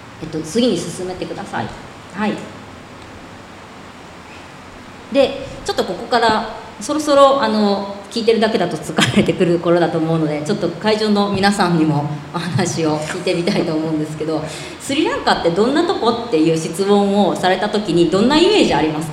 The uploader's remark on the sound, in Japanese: トークイベントの模様をお送りします